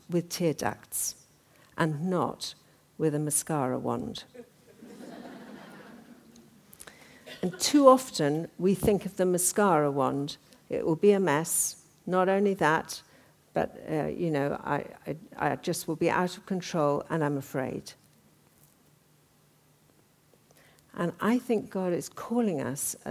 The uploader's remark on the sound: talk from the 2013 Women and Leadership Conference